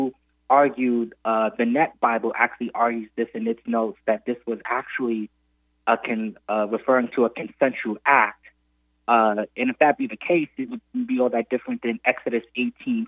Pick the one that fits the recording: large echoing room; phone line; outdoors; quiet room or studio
phone line